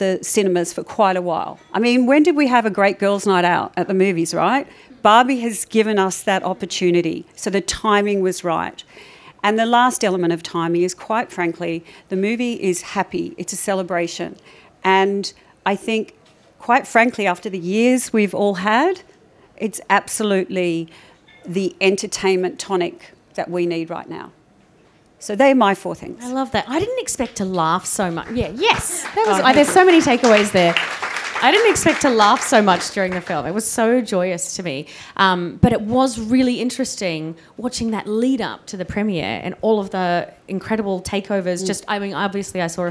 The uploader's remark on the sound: Joined Variety AU/NZ for a spurring conversation at the publisher’s inaugural CMO dinner.